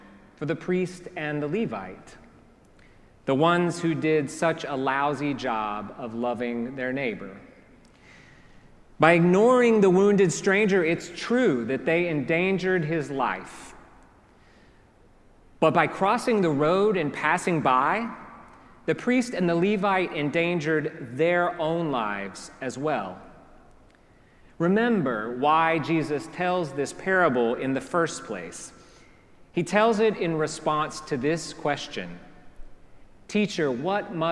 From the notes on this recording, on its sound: preached at our celebration of the Holy Eucharist on the Fifth Sunday after Pentecost